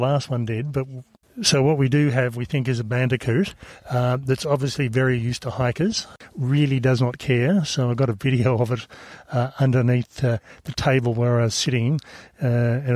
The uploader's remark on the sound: Includes recordings from the first 1/3 of this 123km trail and provides a real time overview of our on trail experience.